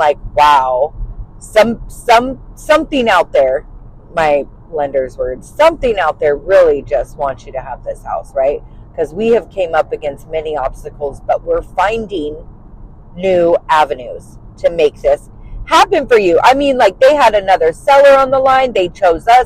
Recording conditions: inside a vehicle